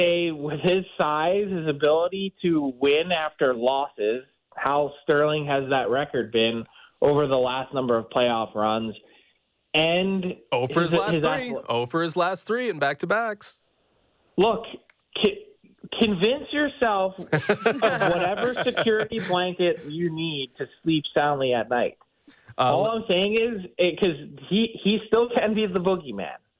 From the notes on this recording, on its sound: we open the phone lines to take your calls